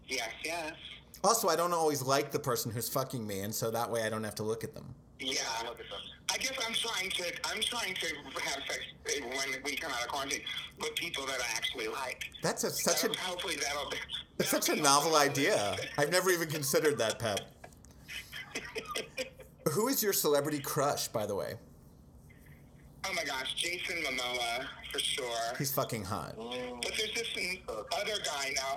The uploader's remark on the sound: successfully phones in from Canada